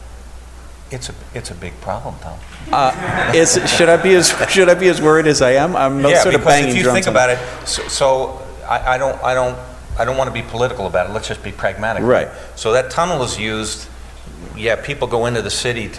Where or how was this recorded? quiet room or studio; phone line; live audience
live audience